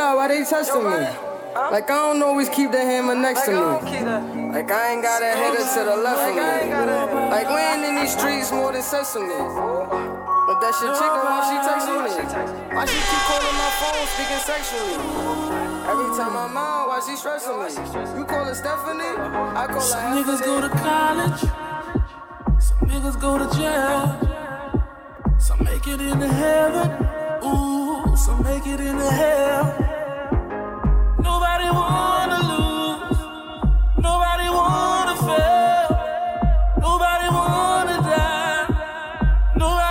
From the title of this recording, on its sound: LIVE AT WCW SIGNATURE WEDNESDAYS IN NY ON DEC 20TH